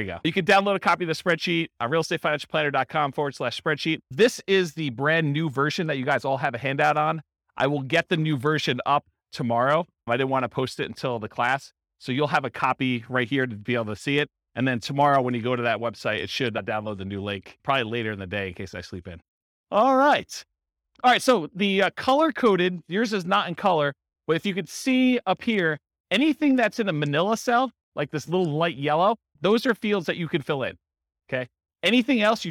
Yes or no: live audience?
yes